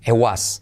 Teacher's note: se dice I como E y la T no se pronuncia